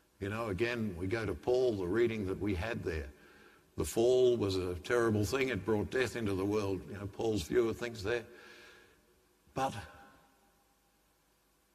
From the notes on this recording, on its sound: The homily from Sacred Heart Cathedral, Hamilton